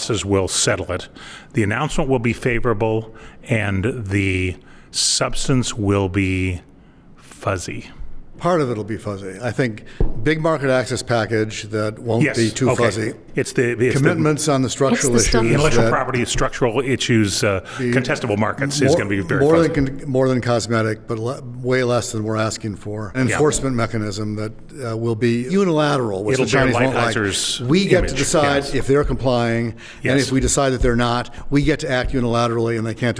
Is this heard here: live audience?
yes